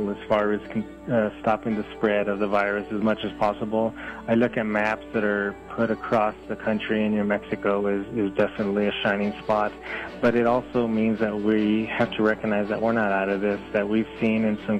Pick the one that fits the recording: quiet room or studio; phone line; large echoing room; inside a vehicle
phone line